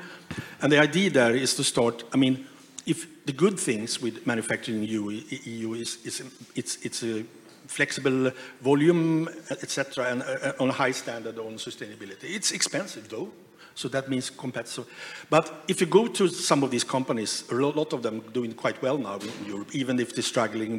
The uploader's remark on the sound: We revisit a talk from the Transformation Conference in Helsinki back in May of this year. In this live panel talk.